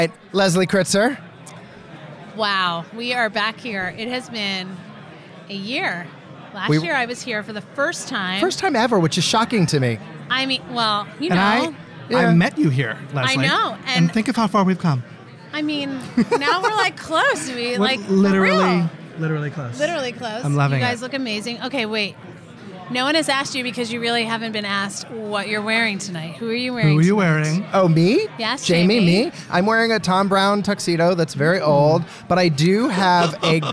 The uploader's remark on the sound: live from the O&M “After After Party” at The Carlyle Hotel